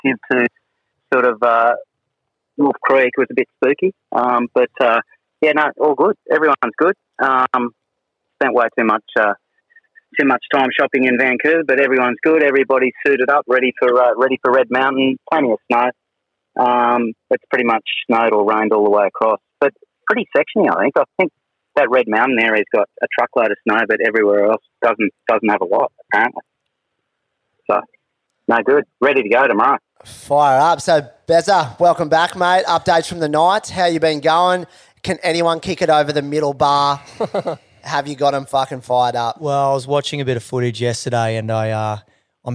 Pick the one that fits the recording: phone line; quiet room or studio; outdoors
phone line